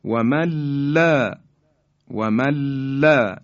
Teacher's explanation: نون ساکن در لام ادغام میشه